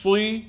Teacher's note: ضم الشفتين عند الصاد المكسورة، وهذا خلل، فلا أقول صي وإنما أقول صي صي، أفخم من غير ضم للشفتين كما تدربنا في المستوى الأول.